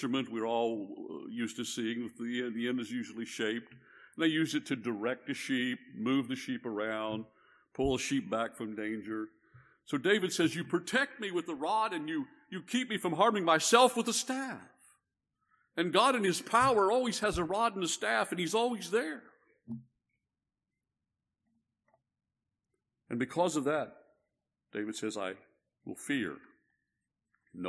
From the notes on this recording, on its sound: This message was preached at Northside Baptist Church in Conroe, Texas.